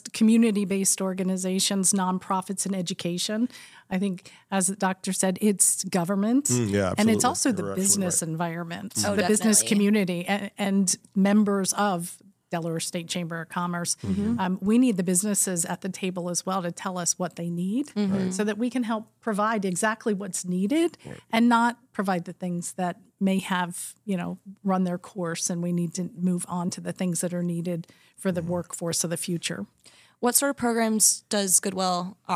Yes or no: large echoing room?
no